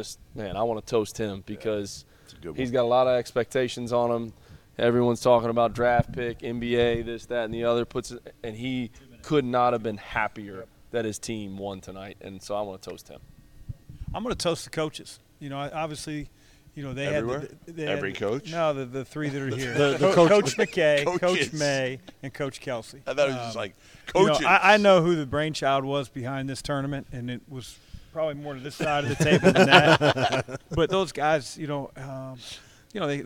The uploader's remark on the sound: LIVE from Field of 68 Tip-Off at FAU! Live from Boca Raton at the first-ever Field of 68 Tip-Off.